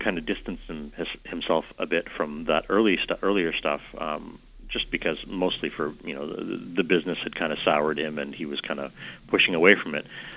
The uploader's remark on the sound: on the phone